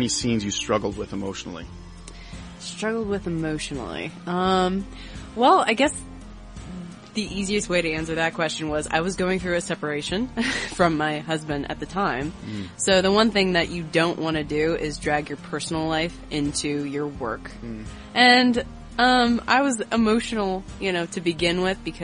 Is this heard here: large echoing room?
no